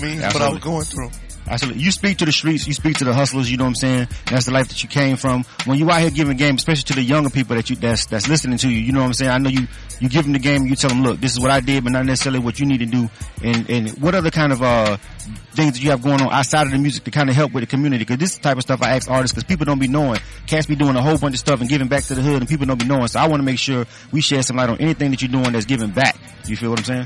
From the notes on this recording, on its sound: K-100 Radio at DBS Sounds. At DBS SOunds in Atlanta for the in store CD signing. Southside ATL!